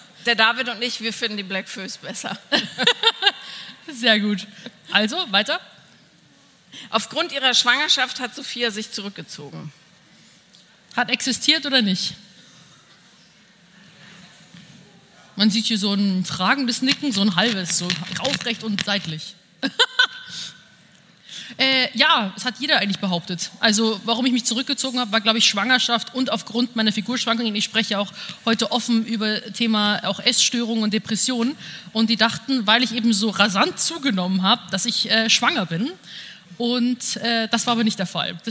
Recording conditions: live audience